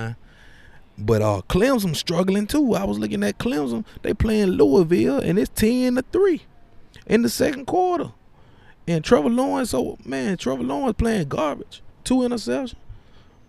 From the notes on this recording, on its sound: The fourth edition of the Roadshow Podcast live from the campus of the University of Alabama! Pregame show for the Alabama vs Tennessee game.